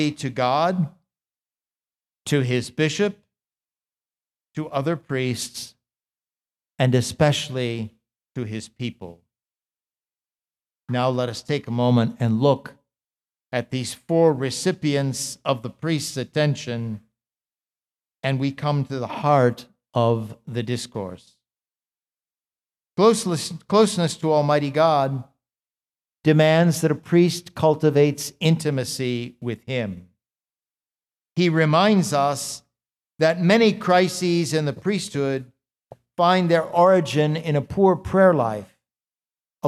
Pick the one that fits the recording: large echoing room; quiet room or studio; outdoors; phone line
large echoing room